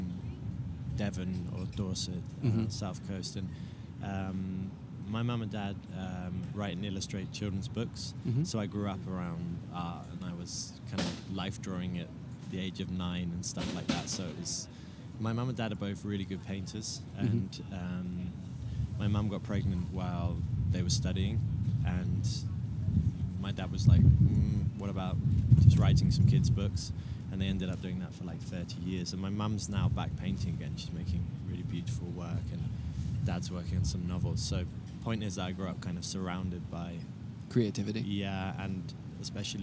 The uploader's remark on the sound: From Frieze Art Fair. They recorded on the outside grounds surrounded by festive art fair goers in a beautful sunny, breezy day.